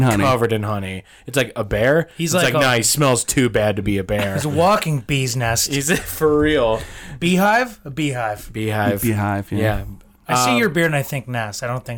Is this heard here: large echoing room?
no